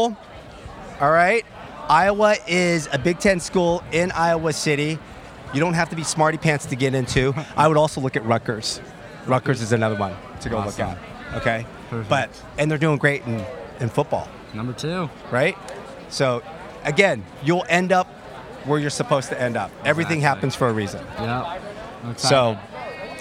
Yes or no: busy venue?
yes